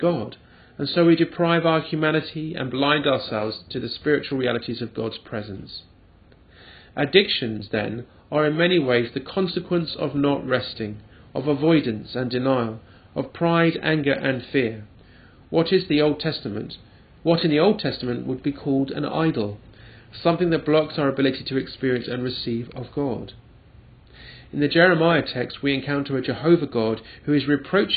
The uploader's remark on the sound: at the parish church of St Brides Fleet Street, and recorded on Sunday 22nd July 2012